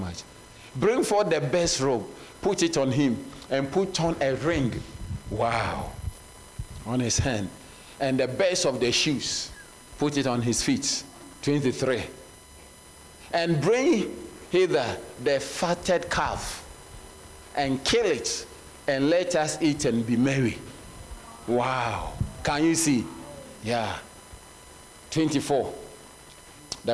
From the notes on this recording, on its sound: Sermon delivered on Sunday, February 11, 2024, at Serious Christian Church in Bellville, South Africa.